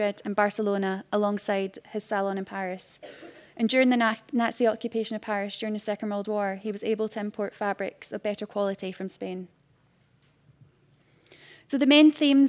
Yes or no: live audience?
yes